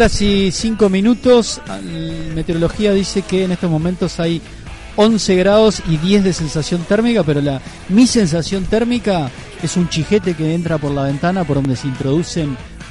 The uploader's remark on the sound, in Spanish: Aislamiento social ao vivo. Desde una azotea en algún punto de la ciudad. Desde una azotea en algún lugar de la ciudad de Montevideo.